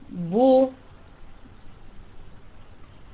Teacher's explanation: ويقال عنه أضم الشفاه، ويجب أن يكون هذا الضم محكم حتى يخرج صوت الواو العربية وليس الأو الأعجمي